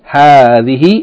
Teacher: hadhihi is pronounced as though the first syllable is long, hadhihi, in the same way as hadha is pronounced hadha, as though there's an aleph, even though it is not written.